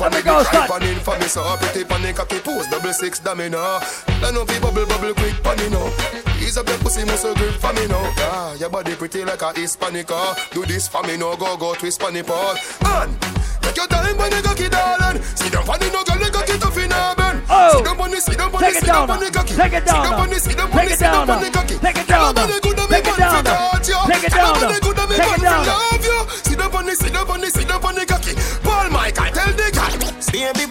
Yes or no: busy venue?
yes